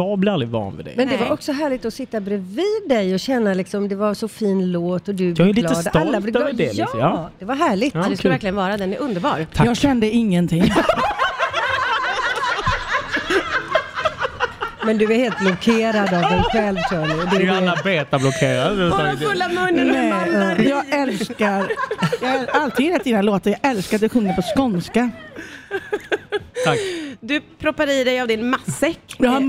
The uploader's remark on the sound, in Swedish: Sänder från ENTRÉN idag, inför publiken i VIP-soffan.